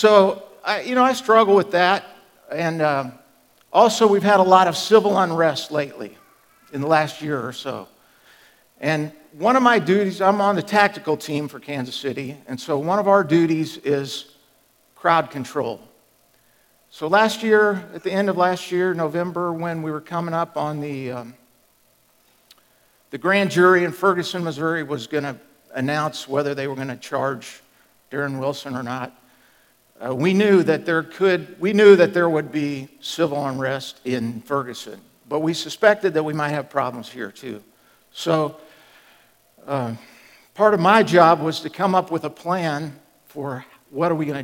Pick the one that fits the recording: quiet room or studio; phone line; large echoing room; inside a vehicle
large echoing room